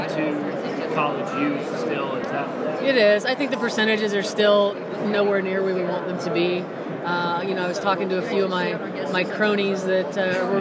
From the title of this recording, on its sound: Live from the 2019 USC Convention